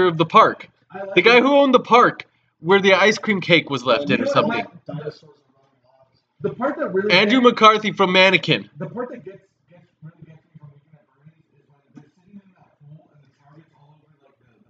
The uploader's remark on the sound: we’re aware that there is a sound issue with this episode